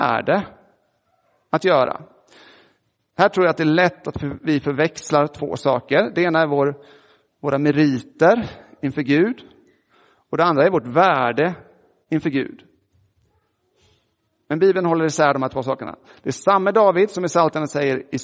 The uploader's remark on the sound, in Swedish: Inspelad i Roseniuskyrkan den 2 juli 2023.